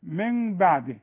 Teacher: النون اللي بدون تشكيل اللي بعدها باء مرسوم عليها ميم، بيقول لك لو سمحت انطق النون دي نص ميم